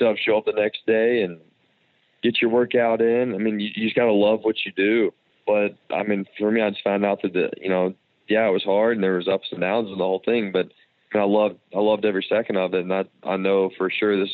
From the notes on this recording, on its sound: joins on the Modern Woodmen phone line